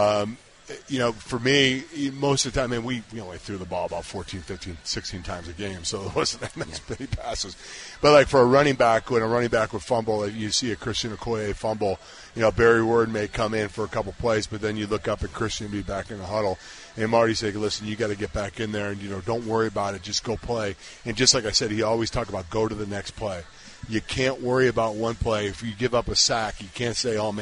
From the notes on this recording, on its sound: live from Hollywood Casino!